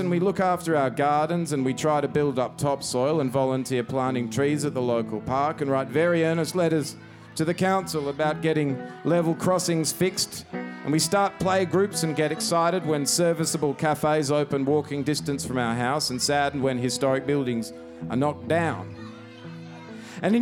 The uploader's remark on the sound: Recorded live at the Wudinna football club after the mighty Magpies had logged a historic win a few towns over this episode was a raucous party of fairly epic proportions.